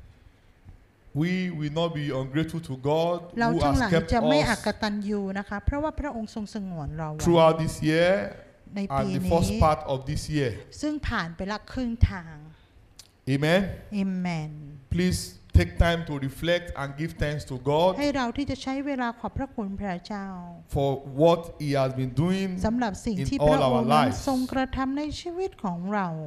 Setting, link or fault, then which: setting, live audience